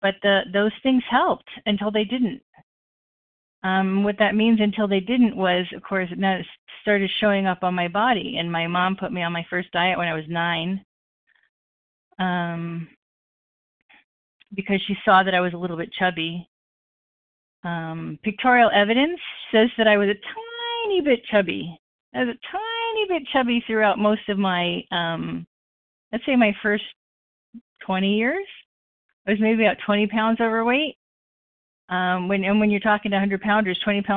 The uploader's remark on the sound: the 100 Pounders Phone Meeting